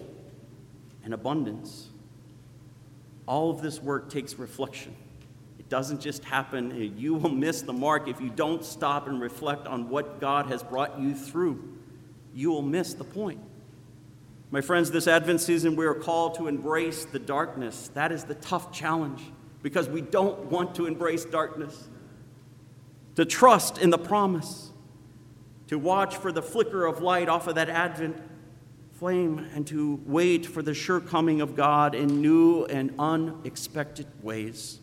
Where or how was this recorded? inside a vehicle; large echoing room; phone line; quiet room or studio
large echoing room